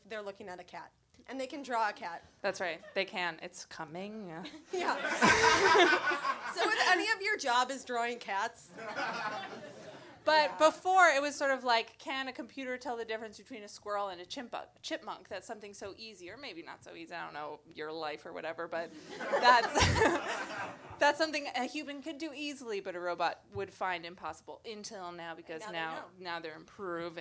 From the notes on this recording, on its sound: Recorded Live at Union Hall